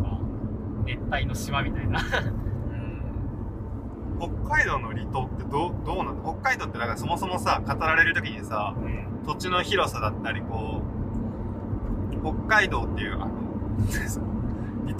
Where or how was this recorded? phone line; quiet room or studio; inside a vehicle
inside a vehicle